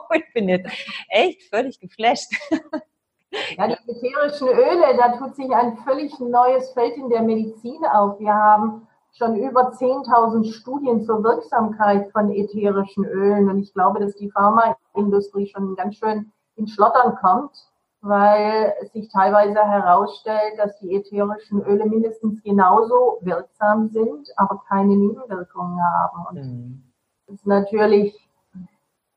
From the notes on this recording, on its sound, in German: Trotz der leider schlechten Tonqualität